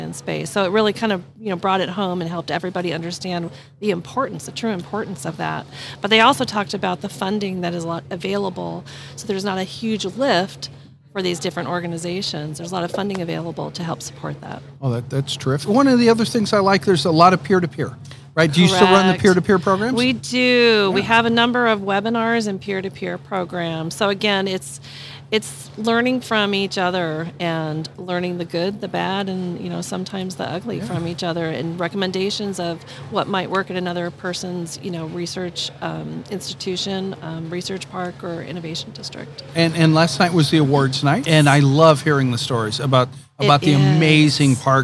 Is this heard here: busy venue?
yes